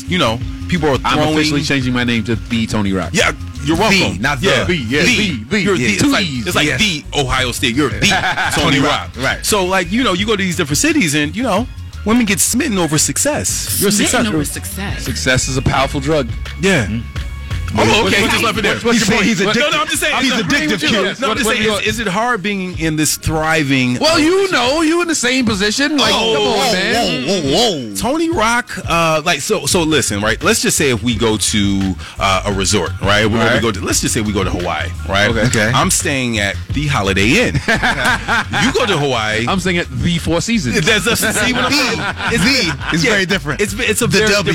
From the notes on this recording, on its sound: Stops by to chat with us during our live broad cast at McDonald's!